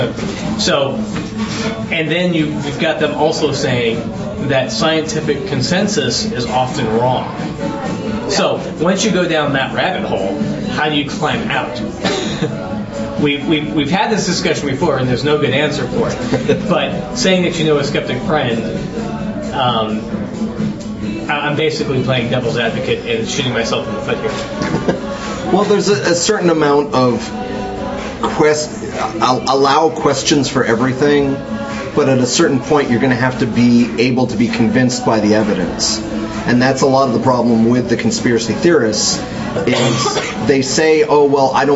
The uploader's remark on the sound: Live and uncut from The Lion and Rose. No internet access WTF Lion and Rose. Oh my is it loud in there. Dogs got nothing on pubs, man.